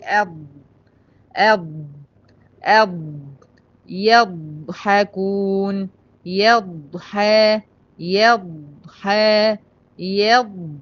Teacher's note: هي في الضاد بتحسي بالذبذبه دي ماليه الفم بتاعك كله